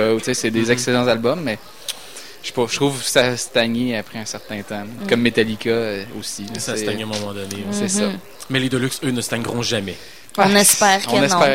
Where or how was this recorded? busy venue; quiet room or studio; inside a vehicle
busy venue